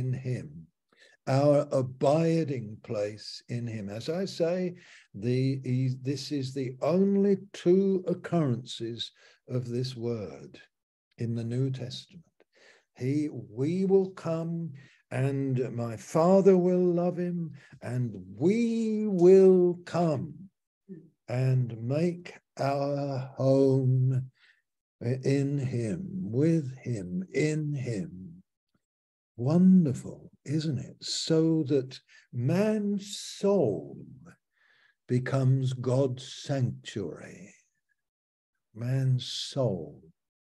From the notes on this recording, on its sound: Malaysia Meets (Zoom).